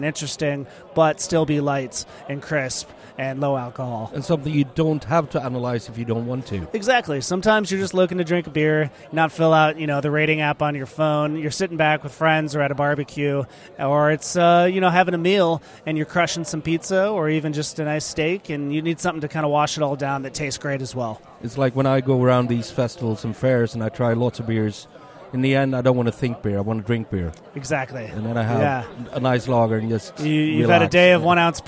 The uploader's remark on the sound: Stockholm Beer & Whisky Festival 2023. Set out to the Stockholm Beer and Whisky Festival at it’s new venue.